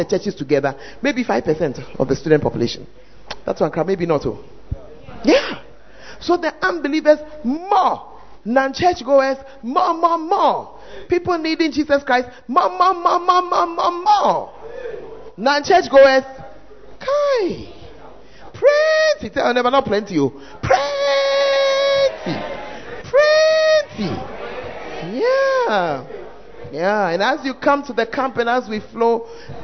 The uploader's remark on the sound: Preached At The 100s and 200s Camp.